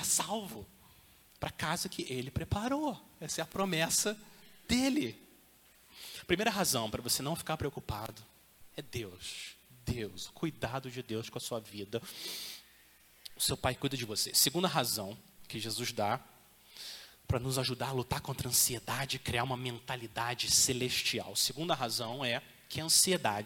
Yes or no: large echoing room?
yes